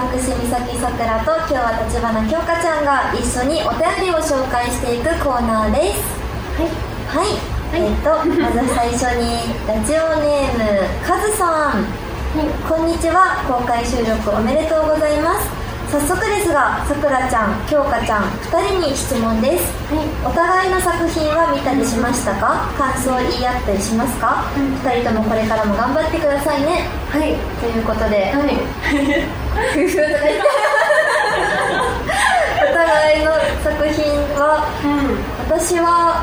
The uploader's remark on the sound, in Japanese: 公開収録第二部。